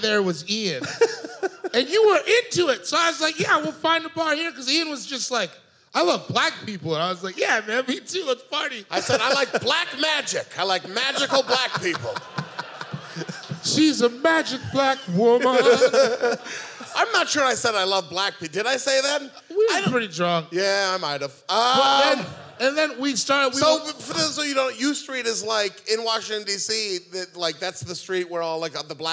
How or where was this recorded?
live audience